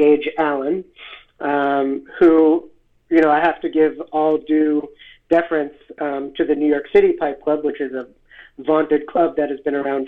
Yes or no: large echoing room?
no